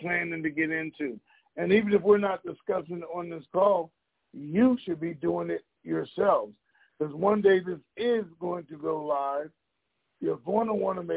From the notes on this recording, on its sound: TNTSuperfantastic Conference Call